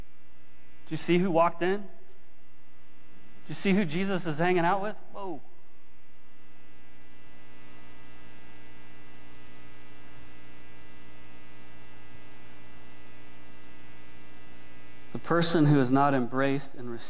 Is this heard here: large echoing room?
yes